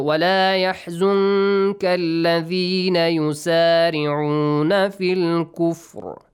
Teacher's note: when you stop, Ra is pronounced with a heavy sound.